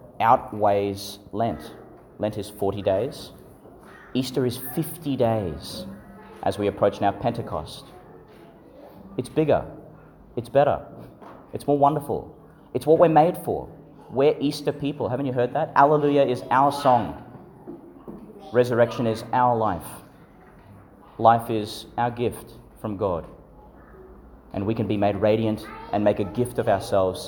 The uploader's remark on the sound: Delivered in St Patrick's Church, Calliope, Qld.